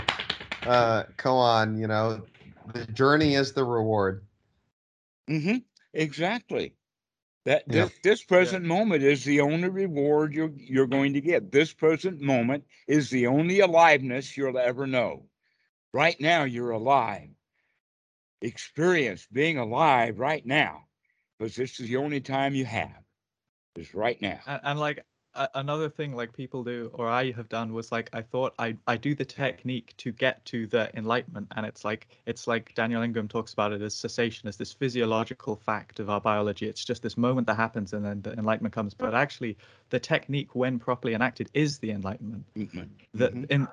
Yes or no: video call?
yes